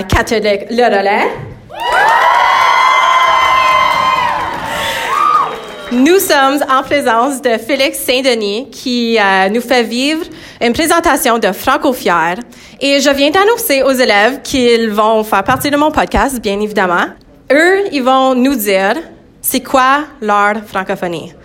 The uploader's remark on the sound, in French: Cet épisode a été enregistré en direct du rassemblement Franco Fiers à l’École secondaire catholique Le Relais.